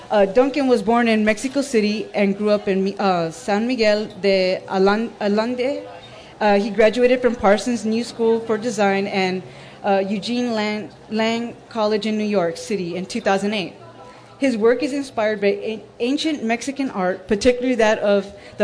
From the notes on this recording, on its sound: a special broadcast from the 2014 Tucson Festival of books